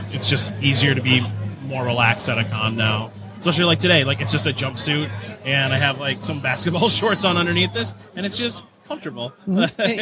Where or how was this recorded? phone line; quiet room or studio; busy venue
busy venue